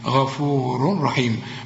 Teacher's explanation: هنا لما تلاقي تنوين غفور وبعد راء ما تغنش، العلماء بيسموه إدغام كامل بدون غنة